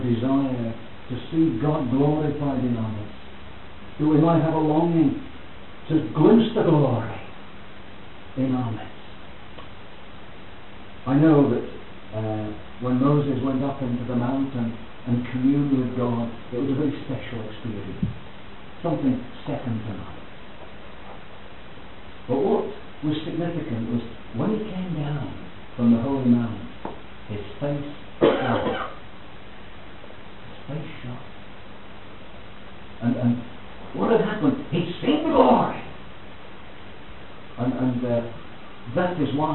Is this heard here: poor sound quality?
yes